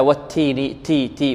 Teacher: همس لابد من الاتيان بالهمس بعض الطلاب يعدمون الهمس في التاء والتاء مهموسة دائما سواء كانت متحركة أو ساكنة إلا أن الهمس في التاء الساكنة أوضح